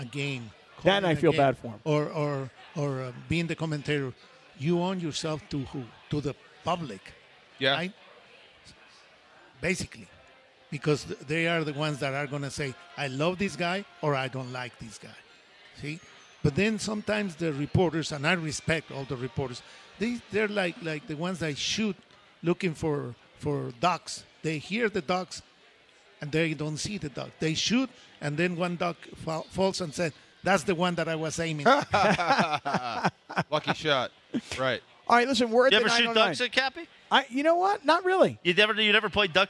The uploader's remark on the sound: LIVE From Yaamava!